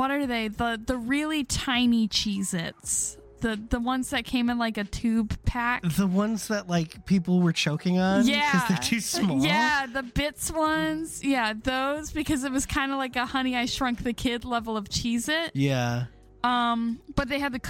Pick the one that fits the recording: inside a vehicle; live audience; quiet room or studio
inside a vehicle